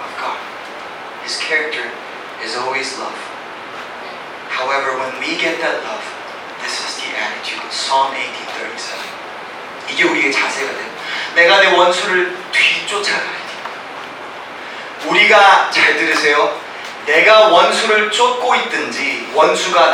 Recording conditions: poor sound quality